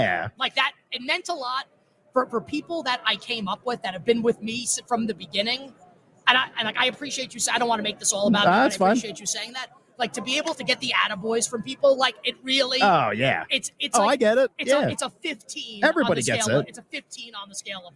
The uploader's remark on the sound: LIVE from Radio Row in Las Vegas!